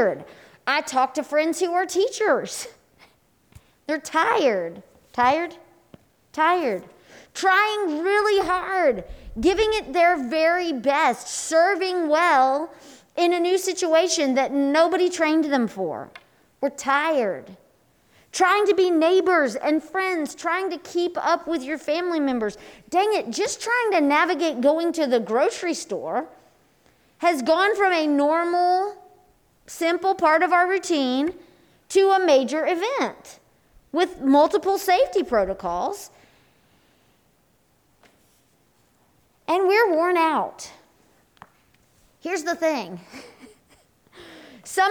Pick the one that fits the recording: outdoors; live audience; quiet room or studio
live audience